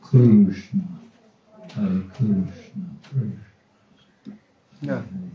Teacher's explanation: They really make it kind of like an R with a U · Term: retroflex R